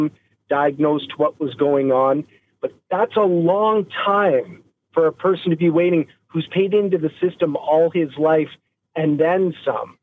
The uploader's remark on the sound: Callers on the state of Canada's healthcare system. Takes to the phones to hear about your experiences in Canada's overwhelmed healthcare system.